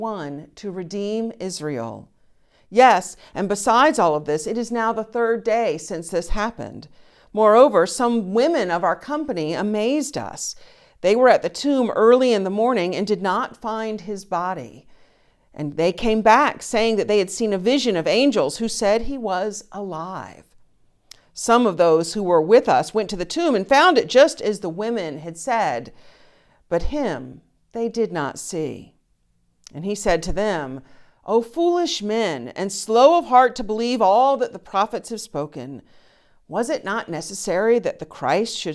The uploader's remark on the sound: Streaming test from the bell tower. The conversation is followed by the prayers, music, and sermon from Sunday's virtual service. Recorded live each week at First Pres in beautiful historic downtown New Bern, North Carolina. First Presbyterian Church, New Bern, North Carolina, established in 1817.